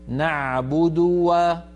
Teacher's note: حرفان مضمومان بعدهما واو، هنا تتالي الضمات أو توالي الضمات يجعل الفم أحيانا يخطف بعض الحركات، فاحرص على بيان الضمتين والواو